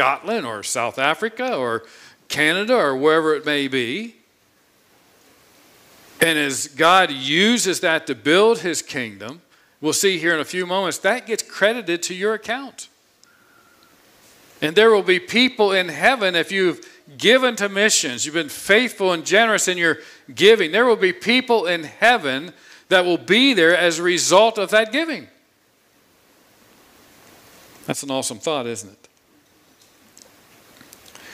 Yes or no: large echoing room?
yes